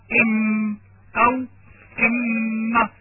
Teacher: فلمعرفة مخرج الميم مثلا نقول ام او ام، فنجد بان نهاية صوته عند الشفتين فهو اذن شفوي